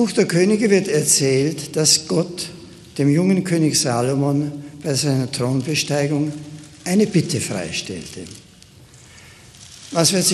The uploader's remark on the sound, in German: Mitschnitt des Rede vom 22.9.2011 im deutschen Bundestag.